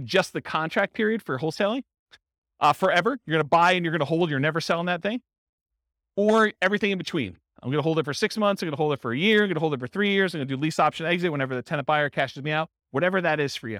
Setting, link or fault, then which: setting, live audience